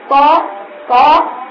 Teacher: ظهر طرف اللسان مع اصول الثنايا العليا · Term: الطاء